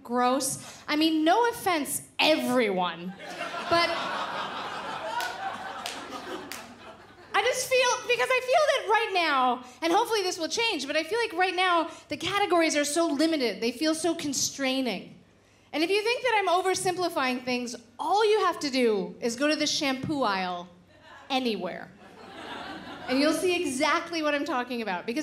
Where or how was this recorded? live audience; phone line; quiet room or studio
live audience